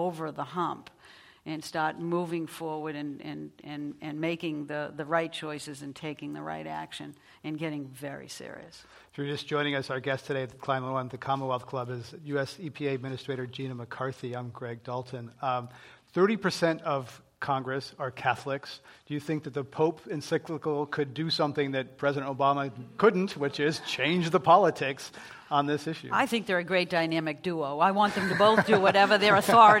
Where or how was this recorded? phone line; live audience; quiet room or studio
live audience